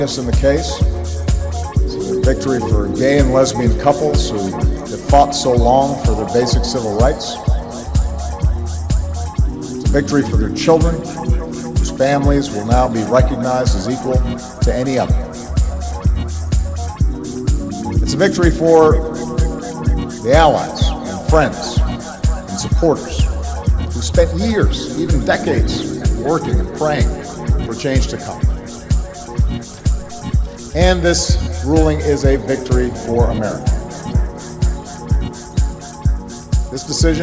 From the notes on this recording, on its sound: Live at Bottom Forty Seattle Pride. Live at Bottom Forty Pride 6-27-15, Big Building warehouse Seattle.